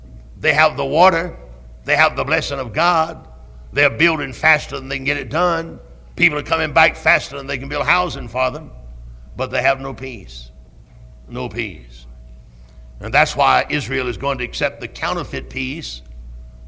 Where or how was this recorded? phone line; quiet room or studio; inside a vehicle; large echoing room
large echoing room